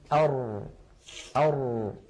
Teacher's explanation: وما قيل عن اللام يقال عن الراء، جربوا هكذا أر تجد بأن الصوت لم يجري جريان أش أو أس ولكنه لم ينحبس انحباس أق أو أب